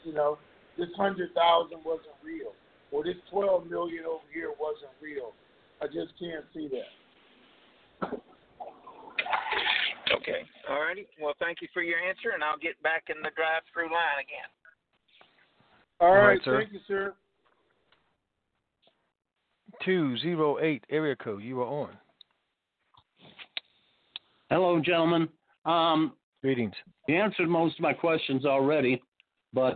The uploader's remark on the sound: TNTSuperfantastic Conference Call.